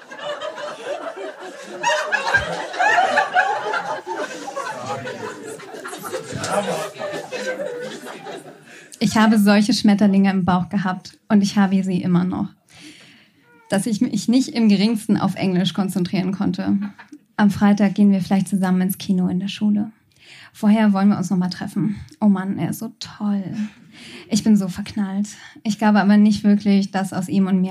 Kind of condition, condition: setting, live audience